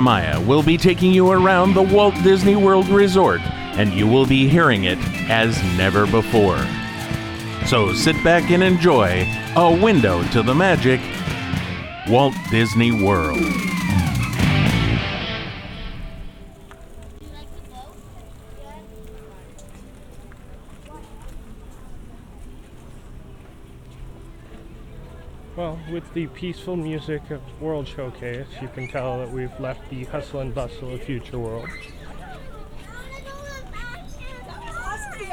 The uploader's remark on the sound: A Summer Stroll at Epcot. Recorded back in August, Part 2 of this stroll through Epcot features several attractions and many of the sounds that you'd hear walking around the park in the summertime.